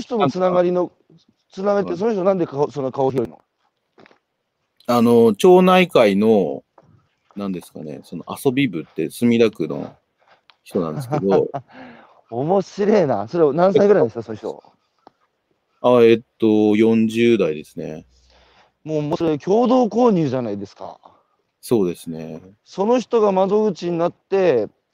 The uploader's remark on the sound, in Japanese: 歩きながら1時間、対談する